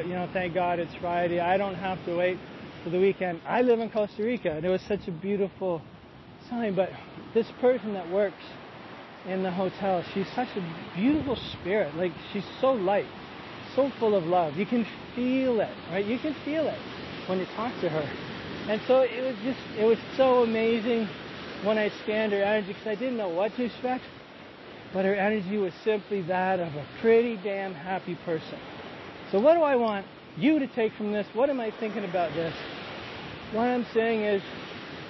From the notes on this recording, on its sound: walking on a beautiful beach in Costa Rica, the sun shining, the breeze blowing, the waves coming